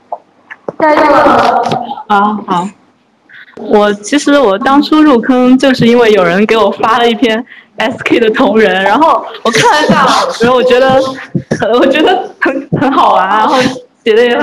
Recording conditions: poor sound quality